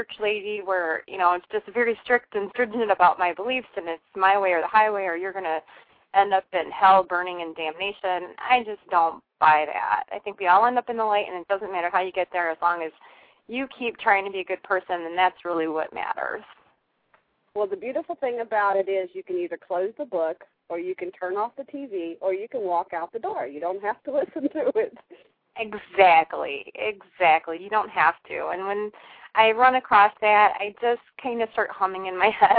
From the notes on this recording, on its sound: callers are free to call in and ask questions or request short readings